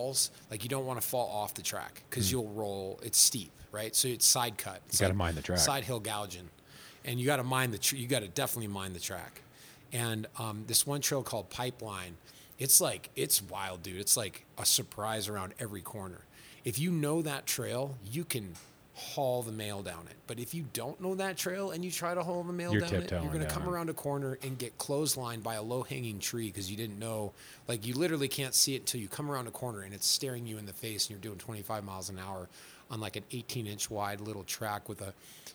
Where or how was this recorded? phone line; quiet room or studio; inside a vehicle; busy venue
busy venue